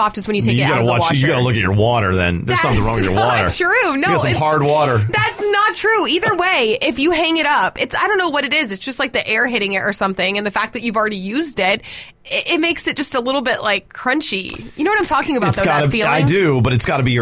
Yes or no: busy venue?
no